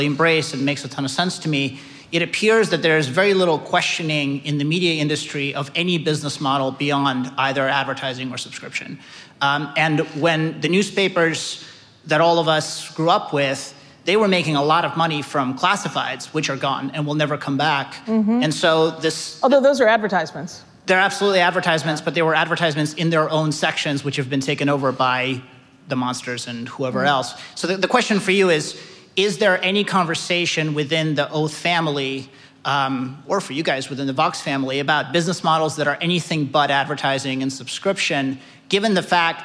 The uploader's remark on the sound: Live at Code Media 2018